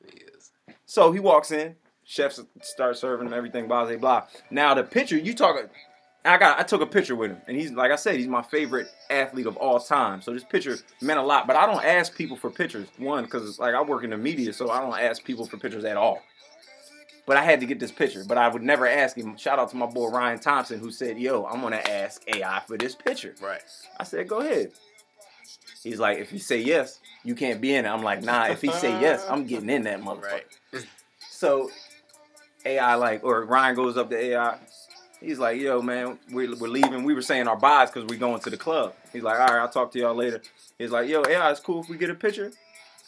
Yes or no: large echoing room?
no